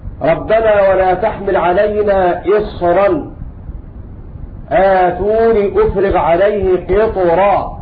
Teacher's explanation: وقع بين الكسرة وبين الراء حرف من حروف الاستعلاء القاف أو الطاء أو الصاد فإن ورشا يفخم الراء كجميع القراء.